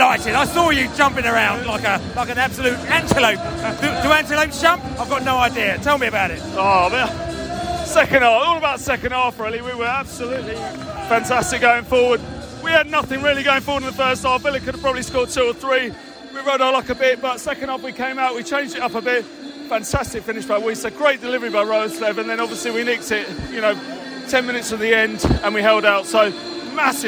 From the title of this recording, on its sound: post-match podcast from the stands